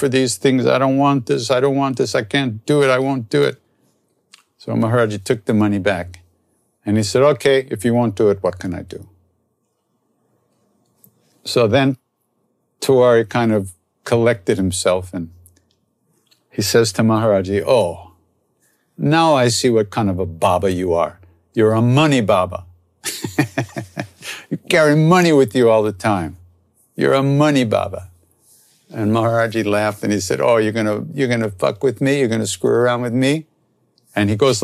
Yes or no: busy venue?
no